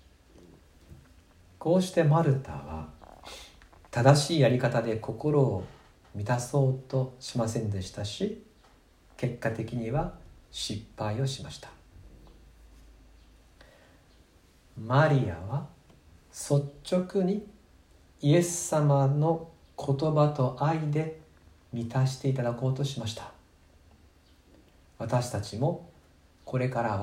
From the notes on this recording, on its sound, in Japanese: 2020/05/17吉備教会礼拝メッセージ録音です。